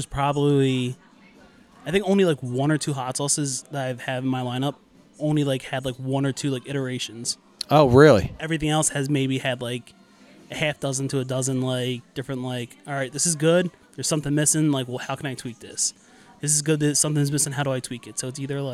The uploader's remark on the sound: I was on location at Johnny's Pizza in Bryn Mawr